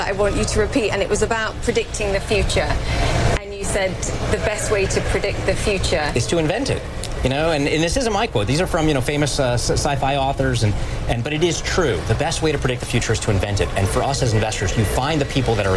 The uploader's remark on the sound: live from the New York Stock Exchange